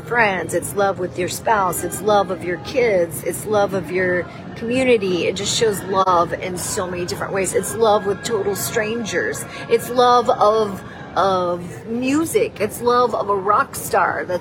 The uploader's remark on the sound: Broadcasting live from the Orlando Sanford International Airport in Florida with her dog, Tater. Previously Recorded.